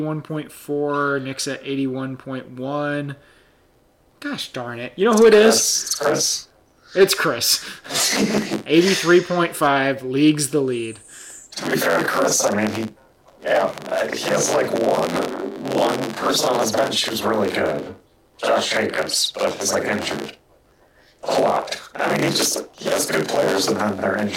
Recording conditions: poor sound quality